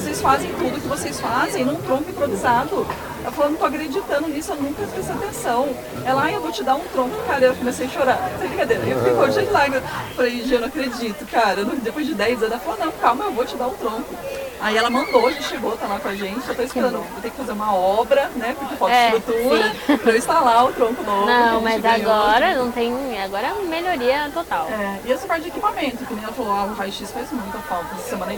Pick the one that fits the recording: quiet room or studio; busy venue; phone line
busy venue